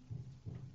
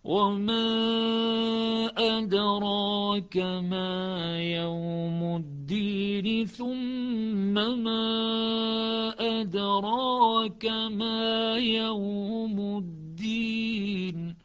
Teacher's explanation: وحفص في كل هذه المواضع يقرأ بالفتح مثل قراءتنا العادية